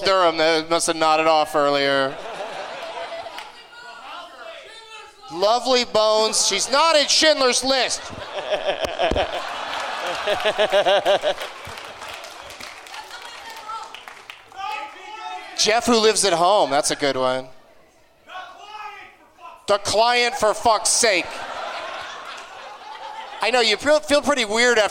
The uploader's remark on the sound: Live from the Gramercy Theatre in New York City